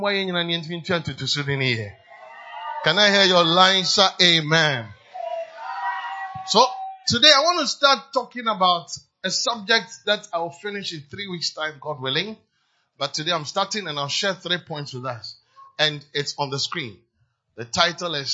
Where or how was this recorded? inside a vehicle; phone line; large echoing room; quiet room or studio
large echoing room